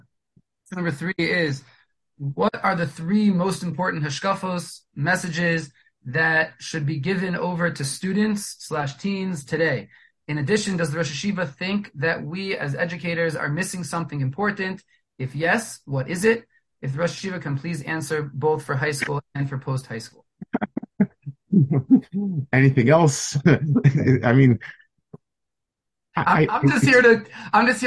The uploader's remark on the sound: Delivered over Zoom to a Mechanchim Group.